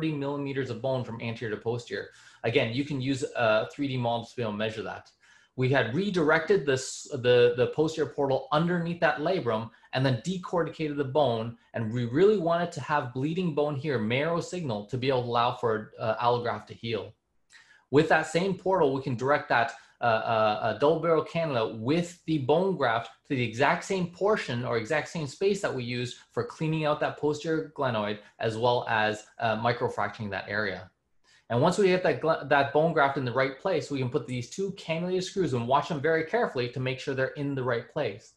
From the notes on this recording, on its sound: In this ISAKOS Webinar Audio Replay we revisit the ISAKOS Webinar in collaboration with APKASS.